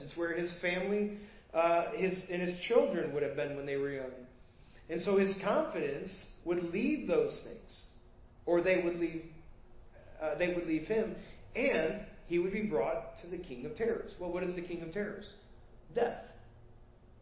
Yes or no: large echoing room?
yes